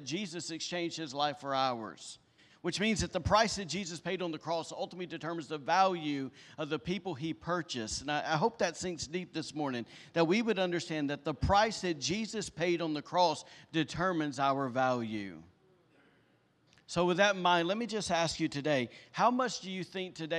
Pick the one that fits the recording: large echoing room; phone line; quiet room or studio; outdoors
large echoing room